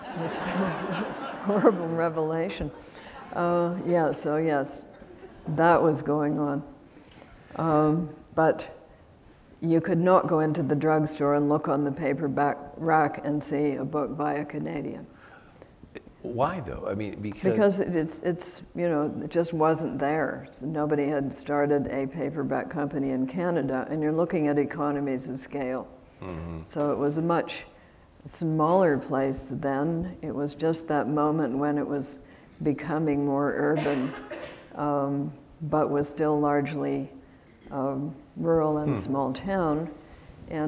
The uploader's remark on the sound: This event was recorded at the Traverse City Opera House in October 2016.